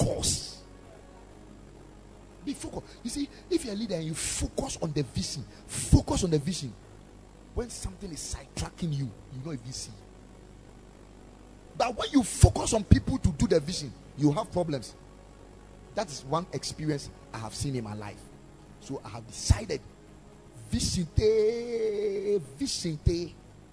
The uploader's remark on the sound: Preached at the Ekklesia Chapel